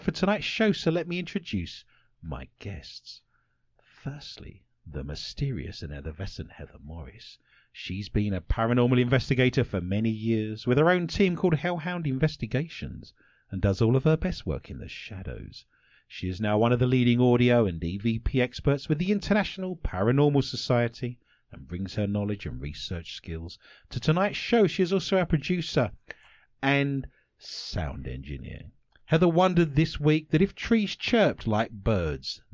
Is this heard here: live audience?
no